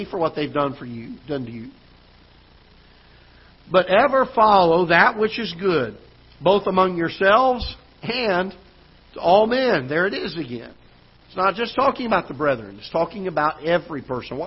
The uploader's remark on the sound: Ketha Heights Baptist Church ~ Live Broadcast